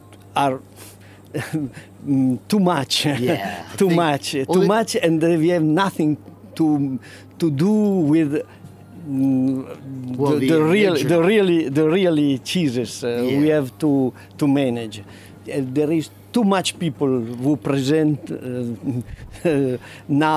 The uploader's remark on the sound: reports live from Bra Cheese.